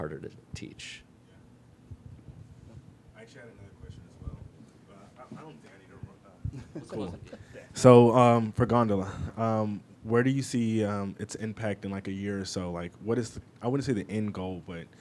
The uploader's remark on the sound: Recorded live at Nissan Stadium, home of the Tennessee Titans, during the 2023 Sports Innovation Summit.